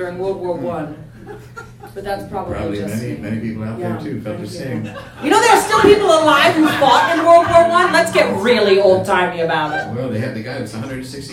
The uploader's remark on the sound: A gigantic live show at Brooklyn’s Union Hall.